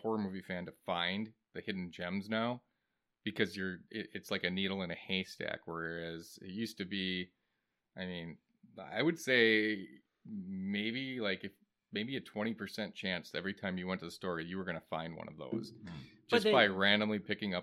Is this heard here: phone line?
no